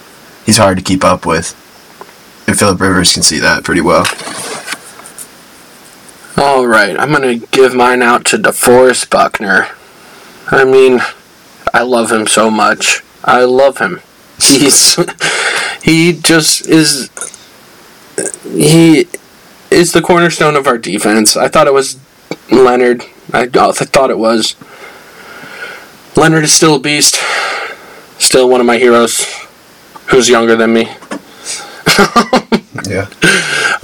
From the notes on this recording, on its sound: Sorry for the minor hum.